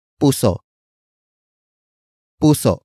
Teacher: Puso is spelled as P-U-S. Oh, note the glottal stop at the end.